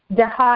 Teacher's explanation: अभ्यासे चर्चा इत्यनेन अल्पप्राणजकारः भवति, जहा इति भवति.